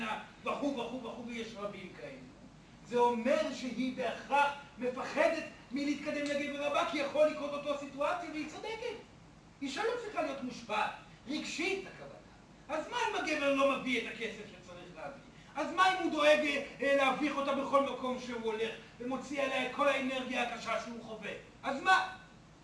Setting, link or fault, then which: setting, live audience